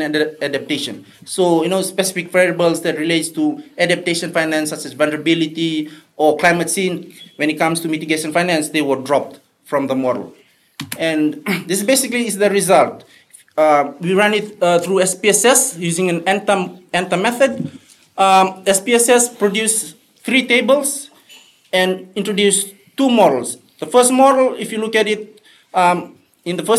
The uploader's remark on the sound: This panel at the 2018 Pacific Update (held in Suva on 5 and 6 July)